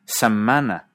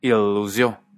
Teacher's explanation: O consonantes largas, como la M en semana